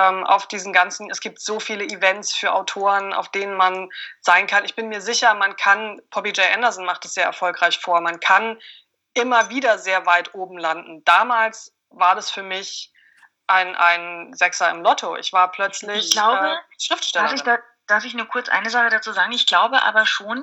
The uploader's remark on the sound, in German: Entschuldigt bitte, dass die Tonqualität leider nicht auf dem üblichen Niveau ist, da das Interview via Skype geführt und aufgenommen wurde.